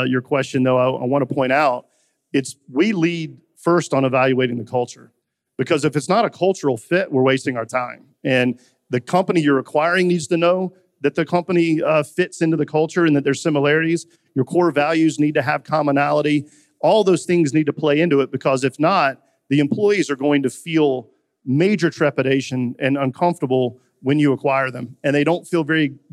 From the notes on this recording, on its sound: live from the Future of Supply Chain Conference in Northwest Arkansas